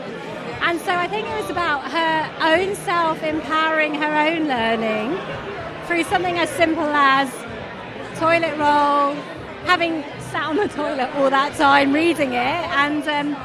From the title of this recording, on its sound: Live from IWITOT 2022